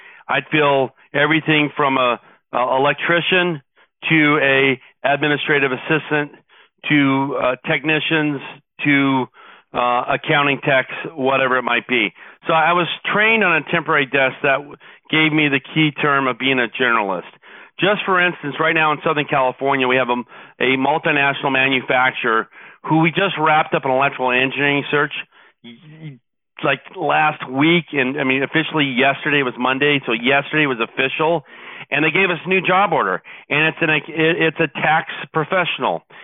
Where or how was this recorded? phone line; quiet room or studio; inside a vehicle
phone line